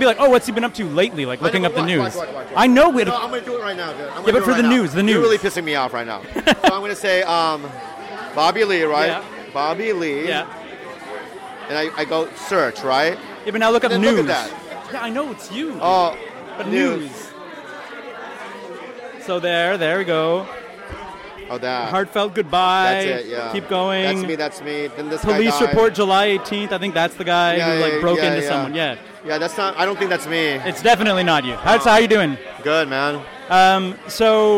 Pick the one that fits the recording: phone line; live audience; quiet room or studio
live audience